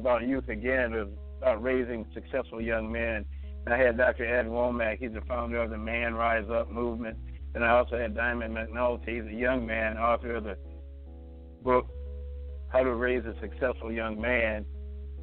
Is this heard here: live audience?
no